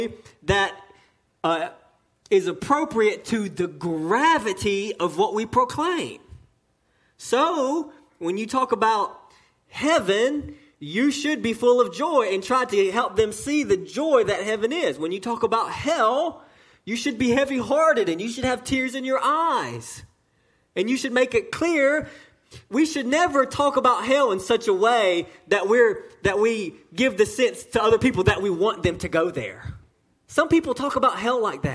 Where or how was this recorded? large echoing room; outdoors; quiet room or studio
large echoing room